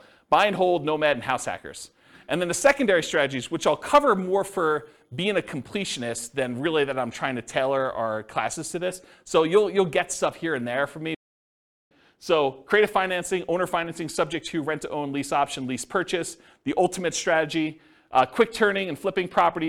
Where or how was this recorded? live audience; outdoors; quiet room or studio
live audience